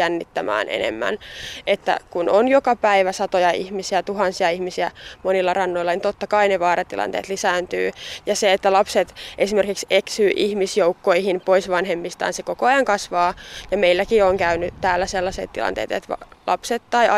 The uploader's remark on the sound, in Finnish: Hämeenlinnassa Ahveniston uimarannalla